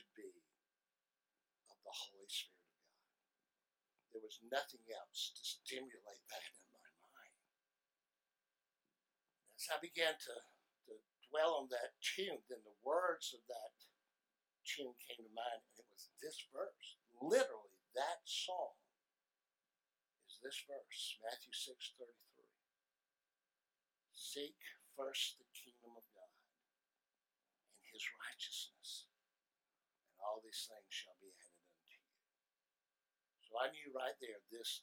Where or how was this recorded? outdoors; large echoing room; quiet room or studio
large echoing room